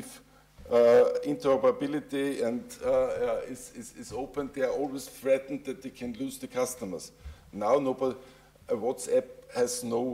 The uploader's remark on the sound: Panel debate at the summer discourse of University of Vienna's summer programme on August 04 2023.